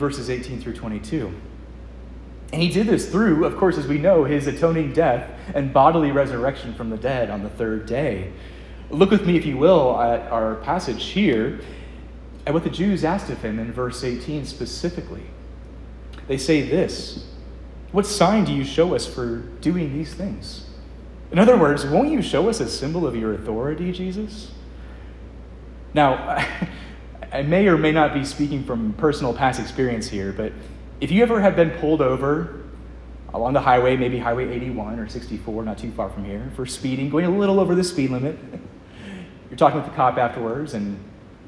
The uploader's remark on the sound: Preached at Edgemont, ARP in Covington, VA